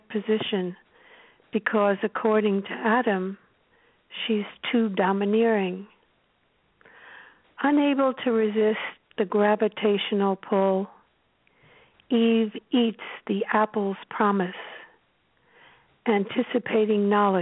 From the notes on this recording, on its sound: We closed out our 2015 open poetry reading with callers from Pelham, Alabama. Elkins Park, Pennsylvanie, Laguna Niguel, Calfornia, Evanston, Illinois, Topanga, California, and Birmingham, Alabama.